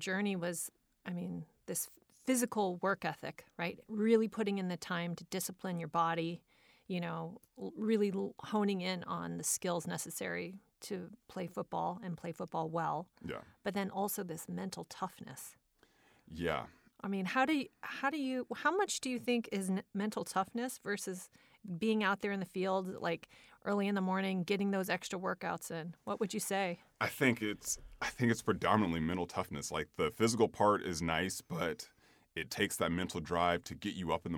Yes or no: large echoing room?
no